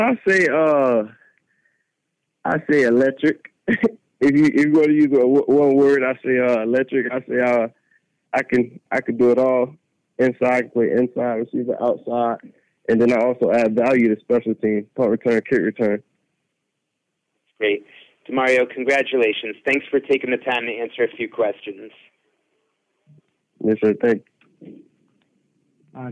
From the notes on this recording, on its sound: addresses the media during his conference call